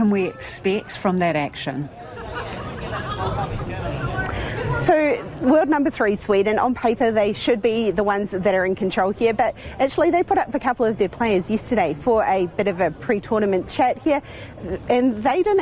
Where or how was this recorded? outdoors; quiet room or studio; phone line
outdoors